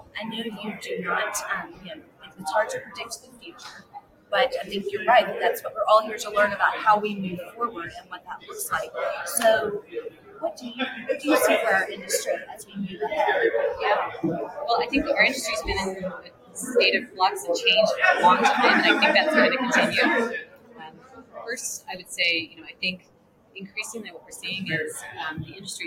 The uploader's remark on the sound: Live at the SIIA 2022 Engage Conference